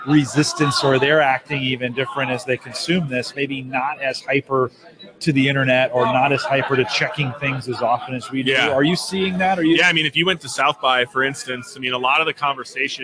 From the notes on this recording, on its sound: Live from Infotec 2016.